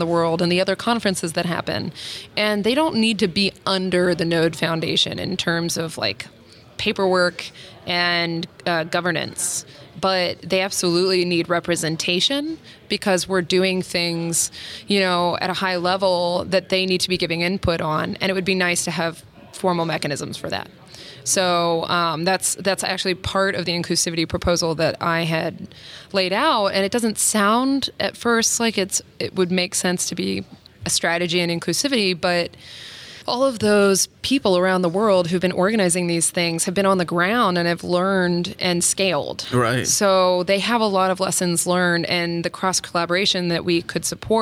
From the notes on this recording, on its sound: recorded at Node Interactive 2016